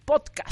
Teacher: Acuérdense que la pronunciamos como una palabra grave.